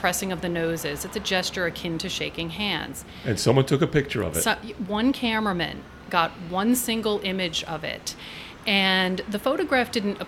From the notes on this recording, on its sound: This podcast was recorded on the porch of Gebhard's Beer Culture Bar.